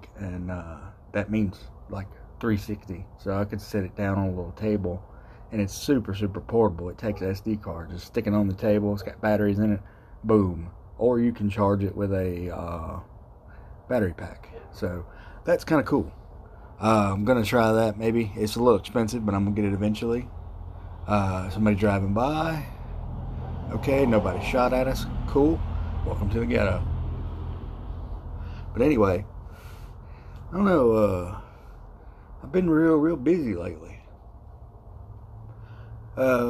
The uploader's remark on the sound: Live from THE GHETTO! Sitting outside at 3am.